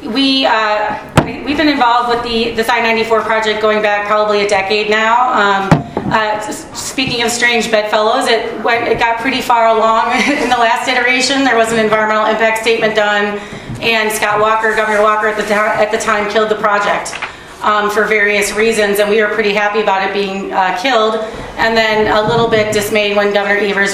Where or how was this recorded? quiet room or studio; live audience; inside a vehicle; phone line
live audience